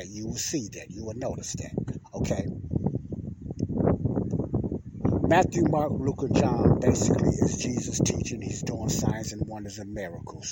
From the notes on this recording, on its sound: this is my outside talk